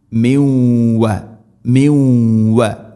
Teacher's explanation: ഇതെല്ലാം ഇത് ഗാംബിഗുന്നയാണ്, തൻവീന് അല്ലെങ്കിൽ നൂനുസാക്കിന് അവ വ എന്ന അക്ഷരത്തിലേക്ക് കൂട്ടി ലയിപ്പിച്ച് മണിച്ചുകൊണ്ട് ഉച്ചരിക്കണം. · Term: ഇദ്ഗാം ബിഗുന്ന